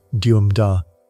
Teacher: A troche flips it, duum, da. A falling pattern, like a stone dropping.